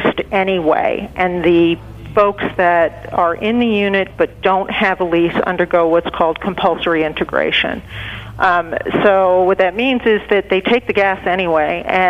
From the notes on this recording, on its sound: Joining via the phone lines. Calling.